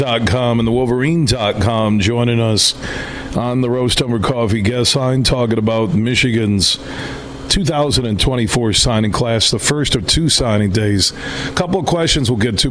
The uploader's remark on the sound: Today we're broadcasting live from the Ada Indoor Country Club on Pettis in Ada, as they've got three awesome Golf simulators and they're hosting the Huge Show's long drive competition.